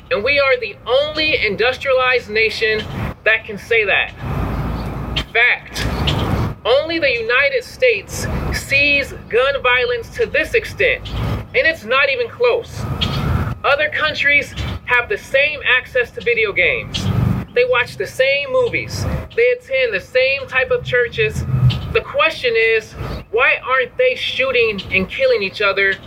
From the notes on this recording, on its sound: My opening commentary, recorded on June 1, 2022. The March for Our Lives Press Conference in the Rose Garden at the Arizona Capitol.